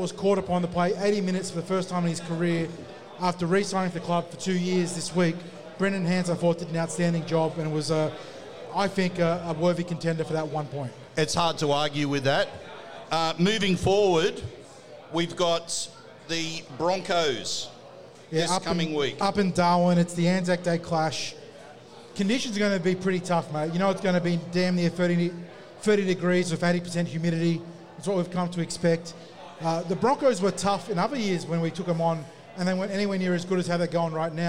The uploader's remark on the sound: The Tip Sheet is live from Jacks Bar & Grill